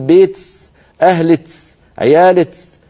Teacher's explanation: هذه لهجات قديمة تسمى الكشكشة. وأيضا من العرب من يبدل كاف المخاطبة المؤنثة سينا فيقول بيتس أهلتس عيالتس، فيبدلونها سينا أو شبه سين.